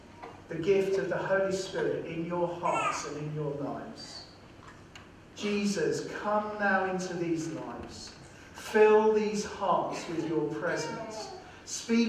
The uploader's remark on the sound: We apologise for the poor audio quality on this podcast, due to a technical problem.